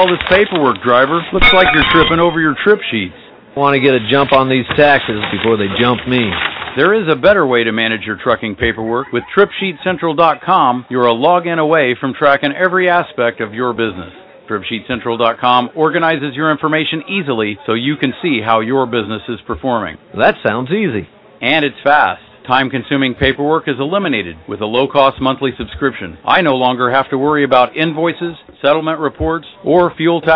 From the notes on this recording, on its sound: 2012 Convention - "LIVE" from Harrah's. Via landline as she reports "live" from Harrah's Kansas City as she tours the resort, giving us an inside look into the upcoming 2nd Annual Truck Driver Social Media Convention.